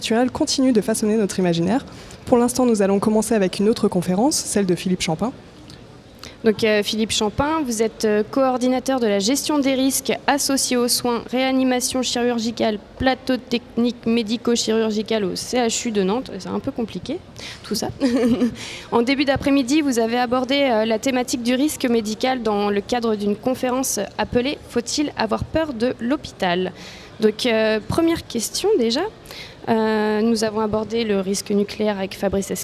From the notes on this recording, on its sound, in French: Une émission spéciale en direct de la Cité des congrès pour couvrir les Journées scientifiques de l’Université de Nantes.